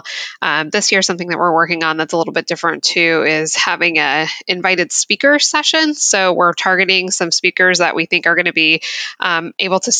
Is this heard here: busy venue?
no